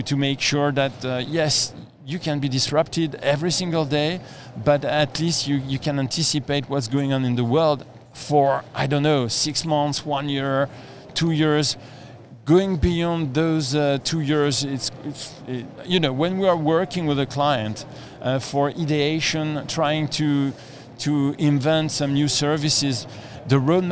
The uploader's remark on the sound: Here is a podcast recording we made at the event.